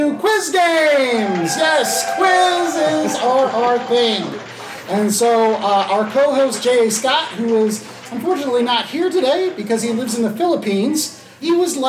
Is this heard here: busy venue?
yes